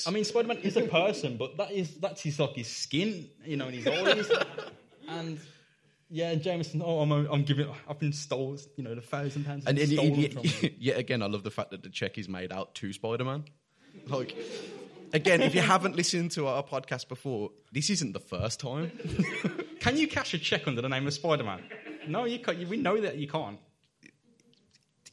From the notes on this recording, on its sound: LIVE IN BIRMINGHAM. Live at the Birmingham Podcast Festival over the past weekend. Mockingbird Cinema. We got to perform our 'act' live to an audience.